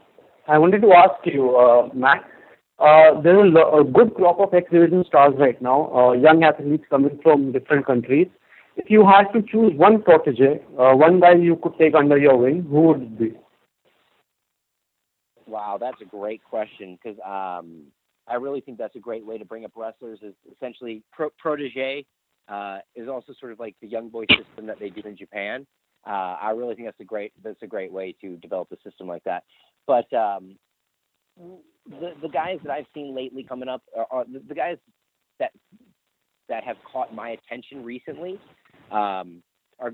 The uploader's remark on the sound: the full audio from the May 10, 2018 Impact Wrestling media call